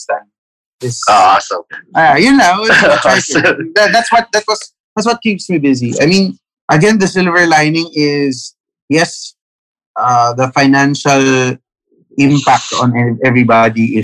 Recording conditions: video call